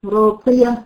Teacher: راضية فيها استطالة برضه ولكن أقل من الساكن